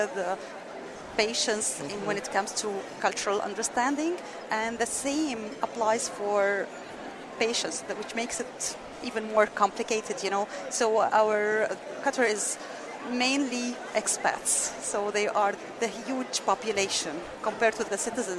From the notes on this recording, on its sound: At the Alliance for Continuing Education in Healthcare Professions 2018 annual meeting